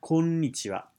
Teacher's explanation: in Japanese, the konnichiwa has an elongated n sound